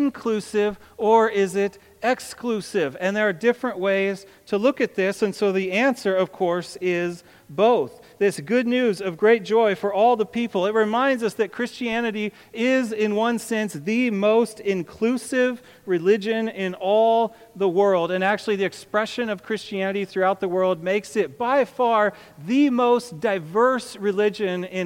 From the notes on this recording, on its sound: A sermon on Luke 2:8-20. To the congregation of Peace Bible Church in Salem, Oregon.